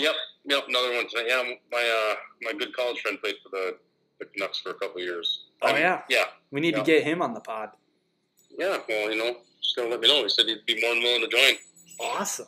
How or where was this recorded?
phone line